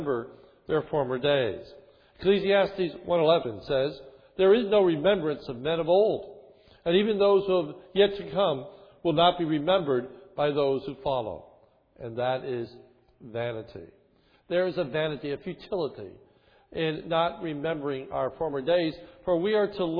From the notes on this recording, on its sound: This is a sermon recorded on 1/9/11 from the morning worship service.